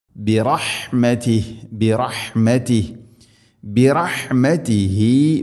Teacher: ഹ ഹ തൊണ്ടയുടെ മധ്യഭാഗമാണ്